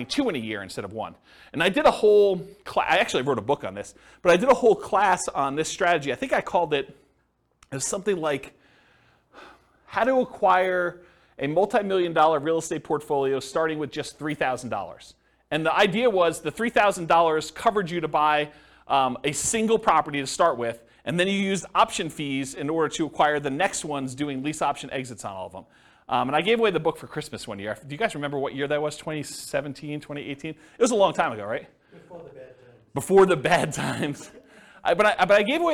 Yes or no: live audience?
yes